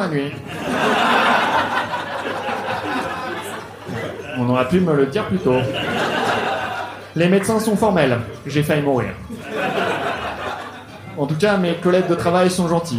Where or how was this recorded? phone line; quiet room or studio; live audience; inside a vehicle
live audience